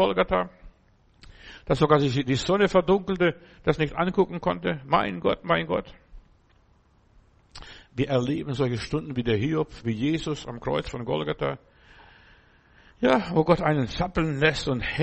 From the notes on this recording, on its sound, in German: im Gemeinde-Zentrum in Berlin aufgenommen